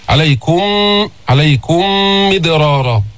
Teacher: إدغام متماثلين شفوي، عليكم ميم ساكنة بعدها ميم متحركة، تماثل يقتضي الإدغام